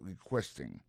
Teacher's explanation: Dans le mot requesting là, ouais, accent tombé sur le deuxième syllabe là